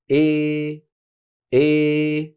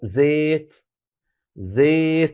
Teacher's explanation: زيت زيت، هذا الصوت زي، هذا اسمه الإمالة الكبرى، وهو صوت خليط من الألف والياء بنسبة واحدة